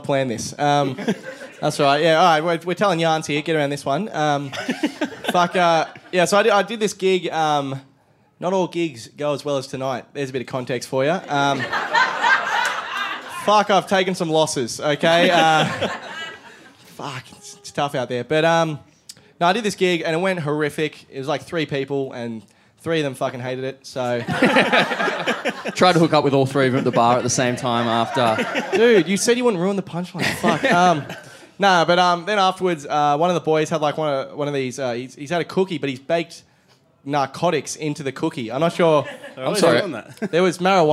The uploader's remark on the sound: Taken from a live Podcast called 'A Shot and a Beer' in Canberra in 2017.